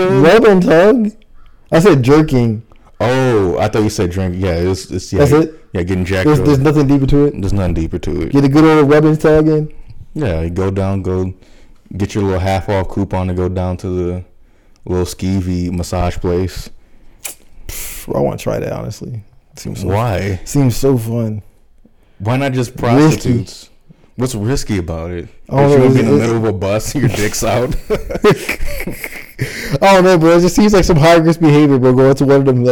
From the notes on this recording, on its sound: Our mics are blown out without us knowing.